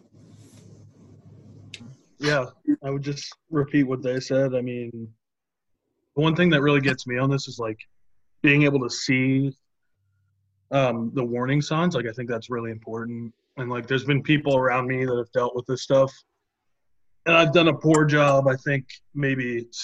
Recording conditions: video call